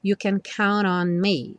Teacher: o N já juntando o count com o on